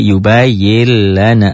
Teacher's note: Dibacanya menjadi yubayil lana. Seakan-akan di situ ada tasdid.